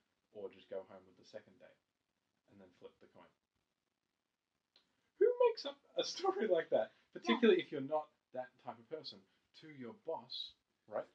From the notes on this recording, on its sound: Sorry that the audio is very low